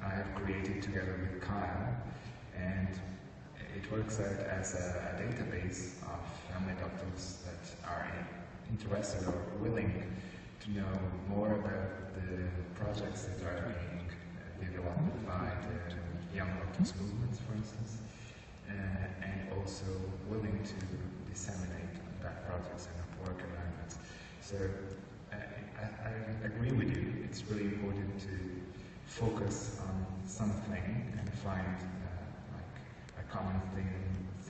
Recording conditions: live audience